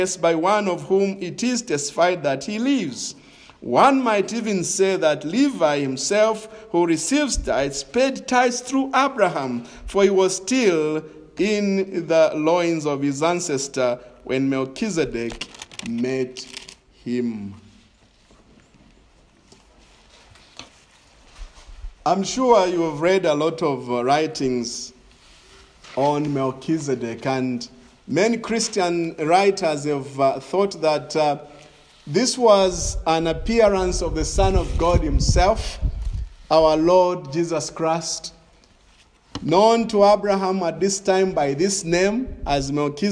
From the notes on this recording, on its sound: This is a sermon preached in the evening of September 5, 2021 at Crossway Baptist Church